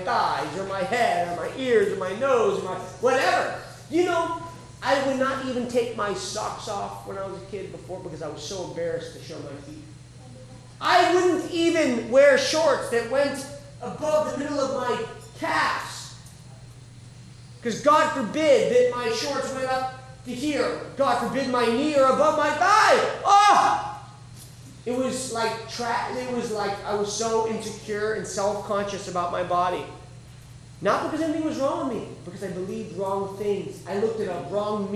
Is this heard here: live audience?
yes